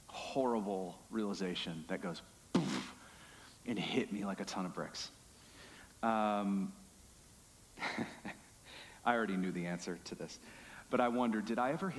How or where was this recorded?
large echoing room